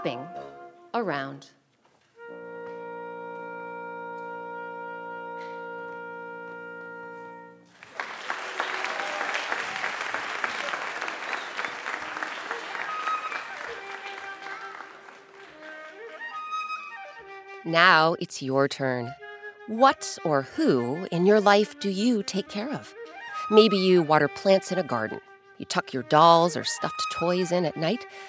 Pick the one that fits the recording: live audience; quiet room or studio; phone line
live audience